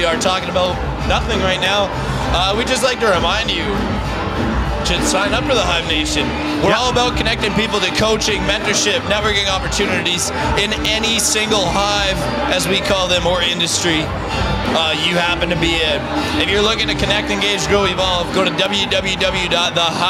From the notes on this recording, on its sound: Hive Nation Live at the Calgary Stampede. Live at The 7th Annual NCSG & Blackfish Enterprises Networking Event at The 2023 Calgary Stampede.